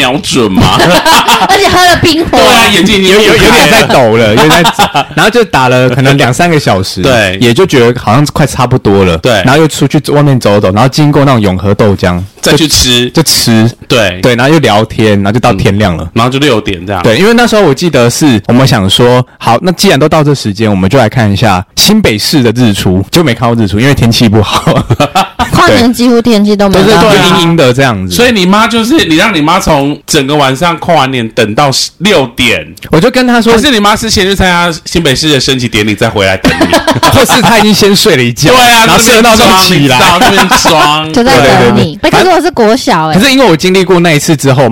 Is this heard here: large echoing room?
no